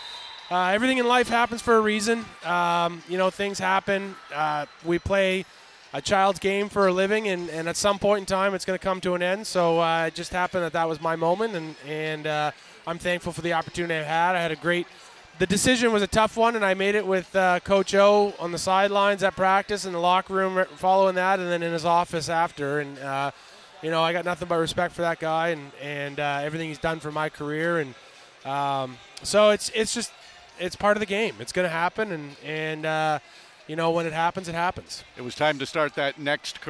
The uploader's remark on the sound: We continue your coverage of the Grey Cup Festival in Hamilton with several events kicking off across the city. At Fan Central in Hamilton.